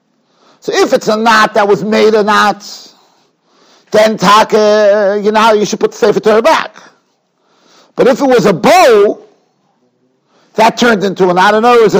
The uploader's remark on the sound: Shiur recorded in Yeshivas Ohr Reuven, Monsey, NY.